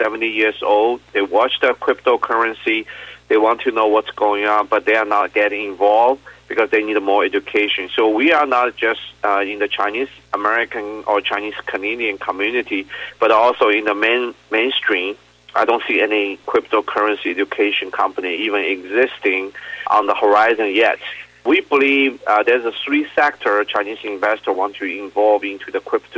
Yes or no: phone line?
yes